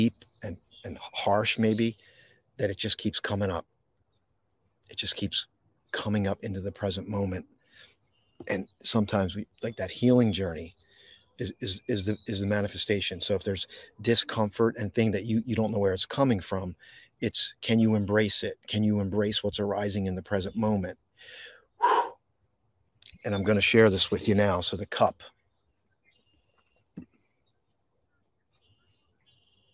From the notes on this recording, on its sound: This Episode originally streamed live on location at Boundary Creek Reserve - Moorestown NJ. The audio from this podcast was taken directly from this live stream.